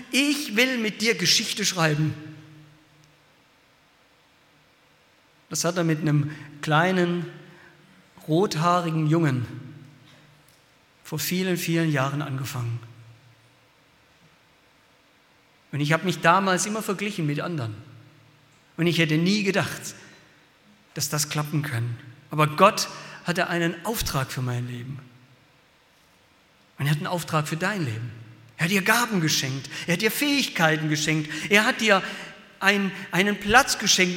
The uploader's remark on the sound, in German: Aus dem Gottesdienst der Liebenzeller Mission.